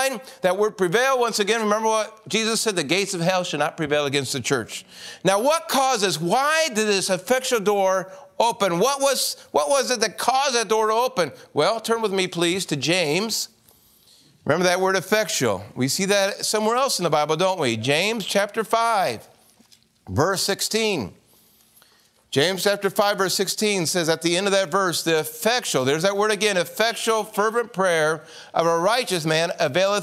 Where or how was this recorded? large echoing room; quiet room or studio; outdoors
large echoing room